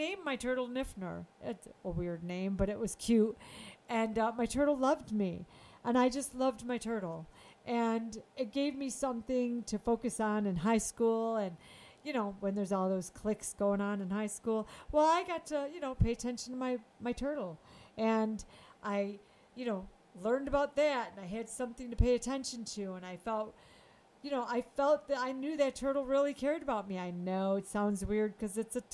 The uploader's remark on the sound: sound may be low on this one - sorry about that